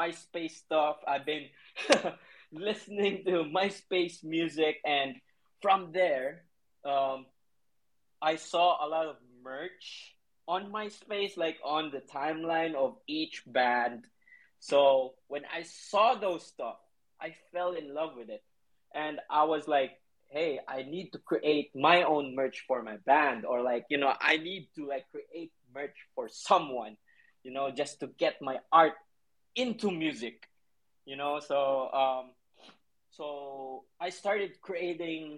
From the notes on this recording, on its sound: This podcast was recorded live from a DAPS COLLECTIVE Twitter space.